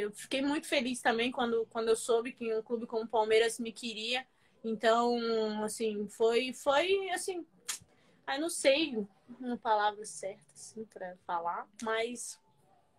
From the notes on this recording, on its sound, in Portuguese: Rolou uma live no meu instagram